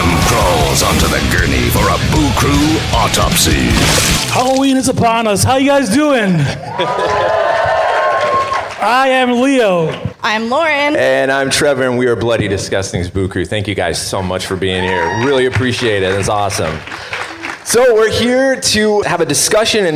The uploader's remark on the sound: LIVE FROM MIDSUMMER SCREAM 2022